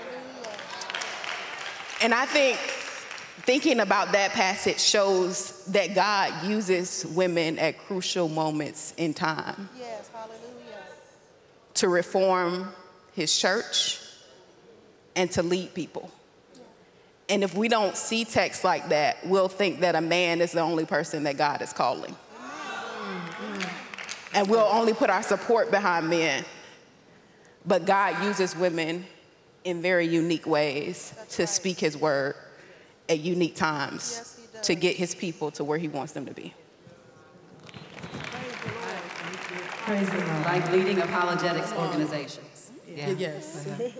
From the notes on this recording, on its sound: Truth’s Table LIVE at the EKBPC 2023. You’ll hear them facilitate a first-time all-women panel at the EKBPC.